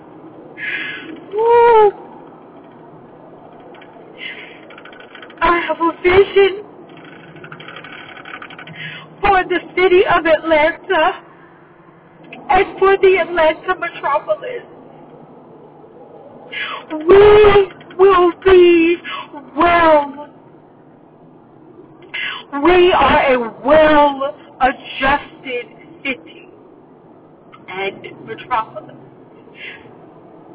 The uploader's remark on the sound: CarPod Minisode. In the car! Unedited!